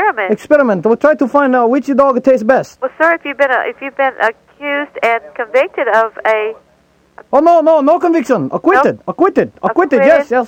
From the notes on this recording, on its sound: Prank Phone Calls